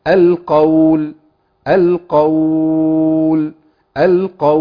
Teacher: عرض السكون للقارئ الاختيار، مخير في القصر والتوسط والإشباع أربع أو ست حركات